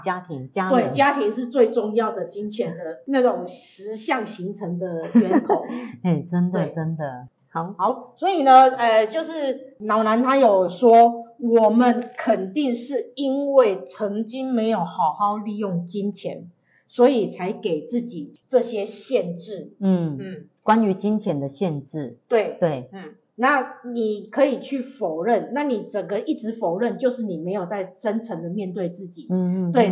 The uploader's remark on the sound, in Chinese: 因錄音設備問題，造成錄音品質受到影響出現雜音及干擾